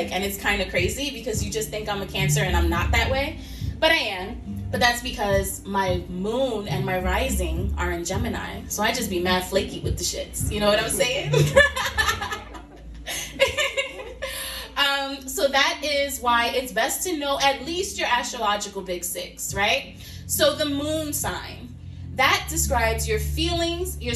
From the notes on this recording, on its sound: a sneak peak into my first in person live event on this past Sunday, May 2nd!